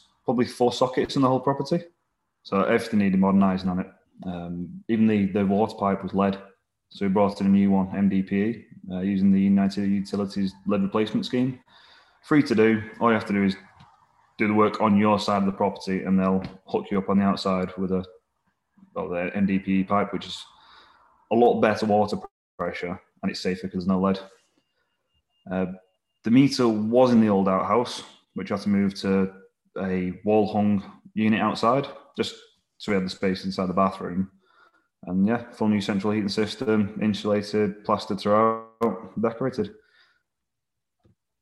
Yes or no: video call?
yes